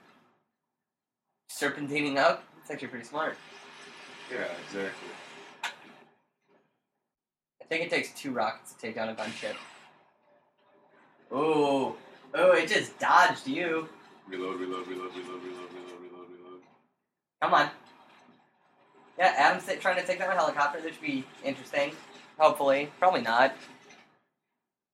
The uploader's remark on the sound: DISCLAIMER: We had some technical difficulties while recording that we didn't realize we had while recording. Do excuse the unusually bad sound quality.